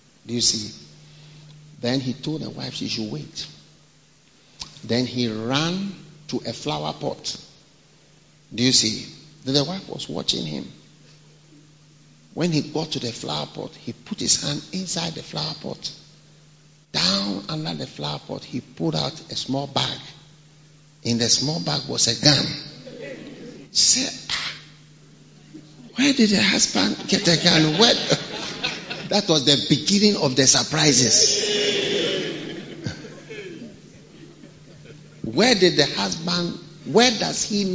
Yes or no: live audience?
yes